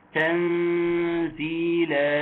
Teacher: النون إخفاء مع غنة حركتين